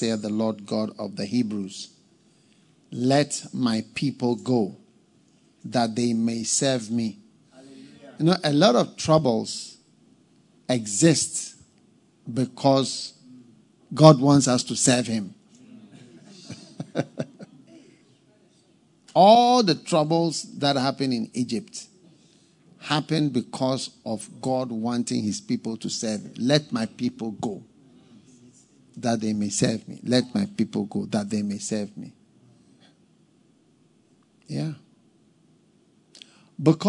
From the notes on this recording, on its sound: Preached at the FLOW Service, First Love Church.